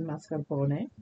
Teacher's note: Really, in Italian, you pronounce the E at the end. It would be mascarpone, but it is mascarpone at an American setting.